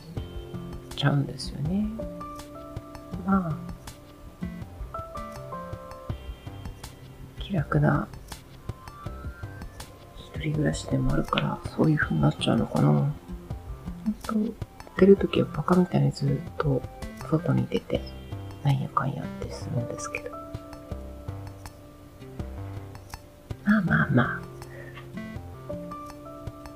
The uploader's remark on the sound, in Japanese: 今日もにゃーずの妨害アリで雑音多め。